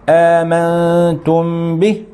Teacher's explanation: وقد قال بعض العلماء فإذا التقت الميم بالباء، وهذا تلخيص الأحكام الثلاثة، الأول الإخفاء الشفوي، وإذا وقعت الميم بعد إذا التقت عفوا الميم بالباء نحو آمنتم به، فالعلماء هنا مختلفون، فقالوا إنها مخفاة لانطباق الشفتين عليهما كانطباقهما على أحدهما